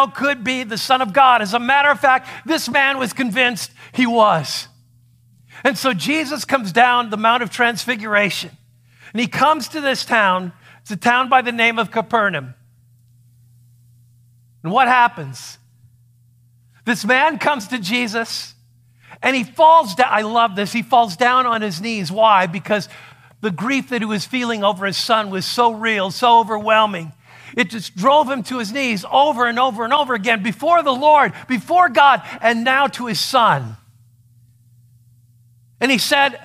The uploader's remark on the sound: A sermon that he preached at Saving Grace Lutheran in Queen Creek, Arizona.